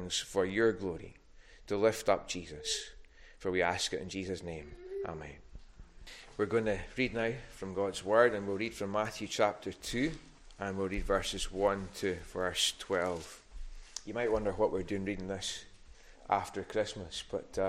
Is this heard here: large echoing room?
yes